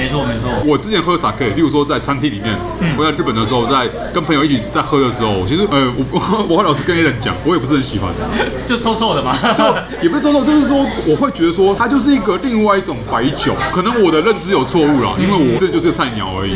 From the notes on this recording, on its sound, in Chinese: 本集白噪音指數：暴風級 5/5。儘管在某個初春的週末夜裡，【SAKEMARU Bar】內高朋滿座，熱鬧歡樂之際又極度充實了本集背景的白噪音。錄音地點： SAKEMARU Bar - 瑞安店。